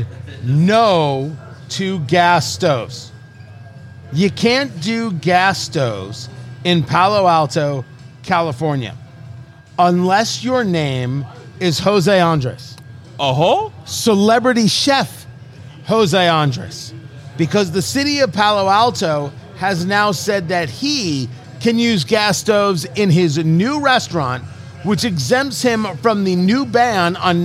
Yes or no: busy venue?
yes